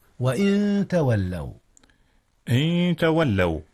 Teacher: أخفي النون قبل التاء وهي أيضا من حروف الإخفاء